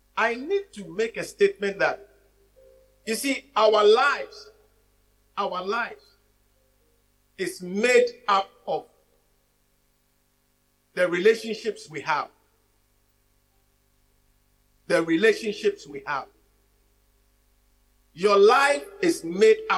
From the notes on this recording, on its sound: Message preached at the Living Waters Cathedral.